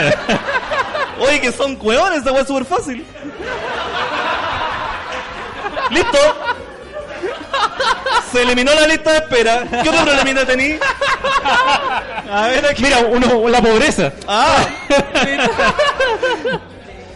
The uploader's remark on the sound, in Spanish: En vivo desde Comedy Restobar. Fue la oportunidad perfecta para hacer una versión en vivo del programa, con público, juntitos, abrazados, dándonos cariño y riéndonos en medio de un país en caos.